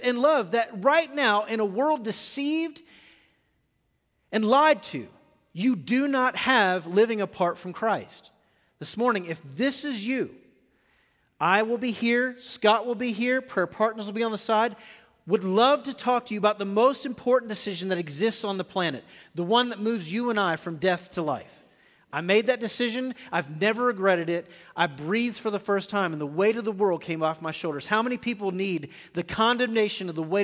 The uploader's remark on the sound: Recorded live at The Fellowship at Two Rivers.